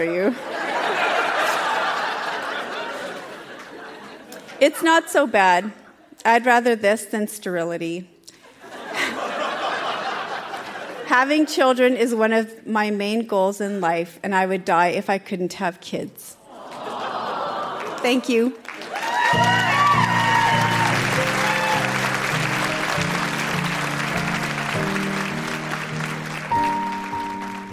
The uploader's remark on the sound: Recorded live at The Broadway Theatre in Saskatoon.